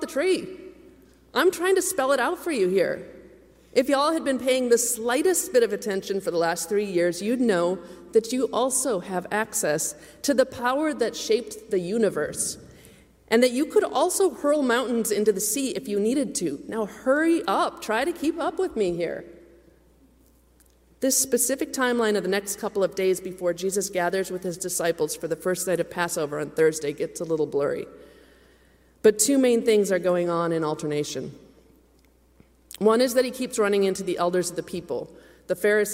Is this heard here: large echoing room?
yes